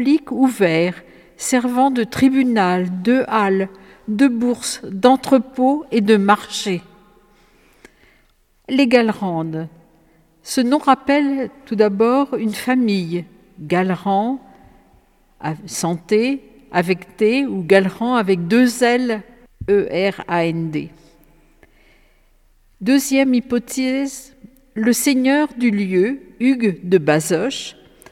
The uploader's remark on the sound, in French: enregistrée le 9 avril dans l'église de Bazoches-les-Gallerandes